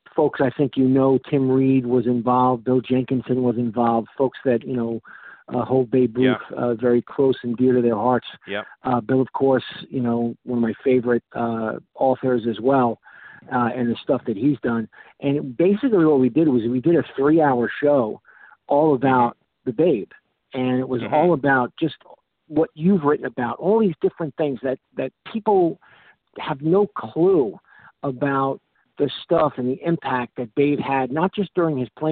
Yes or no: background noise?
no